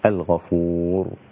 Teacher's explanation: الراء وقفت عليها مضمومة وصلا ووقفا مفخمة